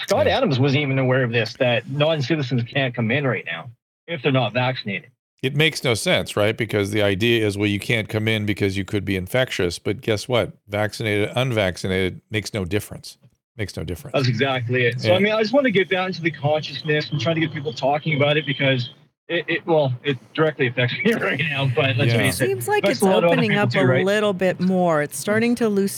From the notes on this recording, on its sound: BLUE MICS. Opening his phone lines to the world by streaming LIVE from his home studio.